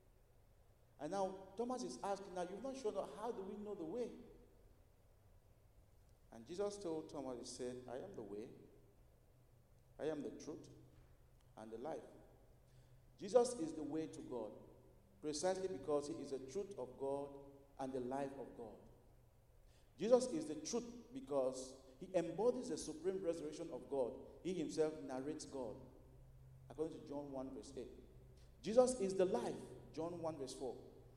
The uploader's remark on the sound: at Broadway Baptist Church, Lexington, Kentucky